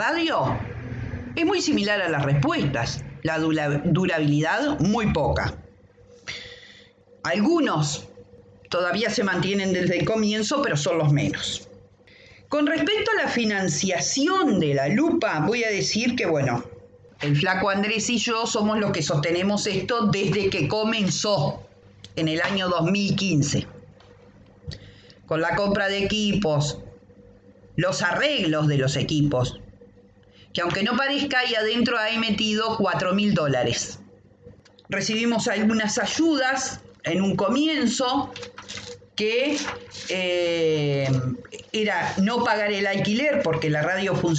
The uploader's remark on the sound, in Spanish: Disculpas por la calidad del audio. Tuvimos algún problema con el micrófono.